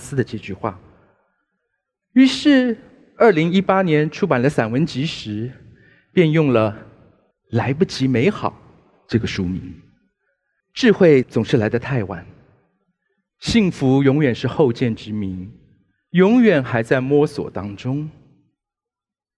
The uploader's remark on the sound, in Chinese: 本集節目取自【2023突破者知識跨年饗宴】現場錄音。